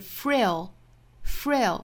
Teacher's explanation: frail 和 r 之间不能加元音